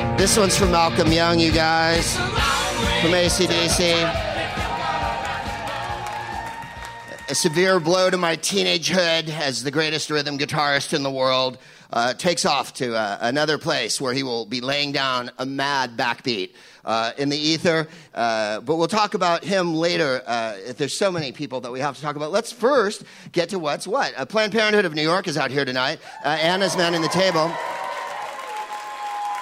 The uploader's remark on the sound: Live from the Bell House in Brooklyn